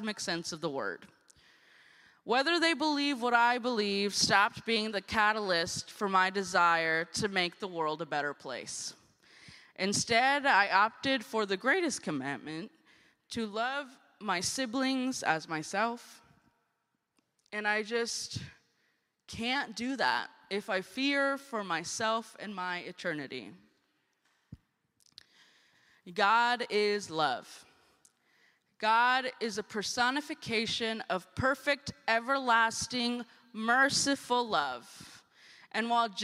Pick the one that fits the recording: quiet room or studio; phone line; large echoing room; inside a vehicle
large echoing room